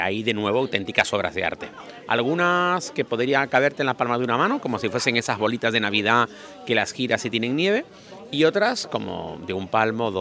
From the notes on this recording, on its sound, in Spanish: Me acompañen en vivo durante un paseo por la calle de los percebes de Nápoles.